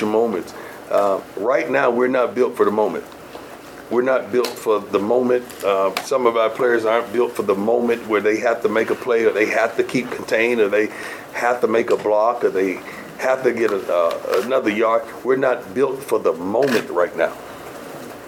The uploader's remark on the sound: Post-game press conference. At Folsom Field.